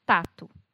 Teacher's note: Se você mudar uma coisinha, por exemplo, não vibrar suas cordas vocais, mas manter todo o movimento da língua, você vai produzir um T e vai acabar falando a palavra tato.